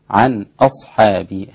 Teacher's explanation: ده إظهار حلقي ليس فيه أي إدغام أو إخفاء أو غنة، عن أصحابي هكذا، والحاء رقيقة ما تقوليش أصحابي، أصحابي.